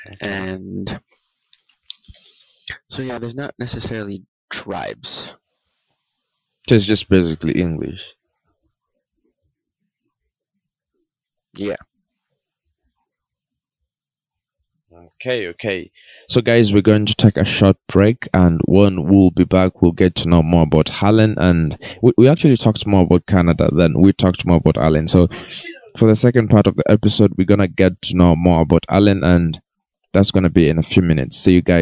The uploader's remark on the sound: There is a little bit of a sound distortion, We are sorry if you find it disturbing.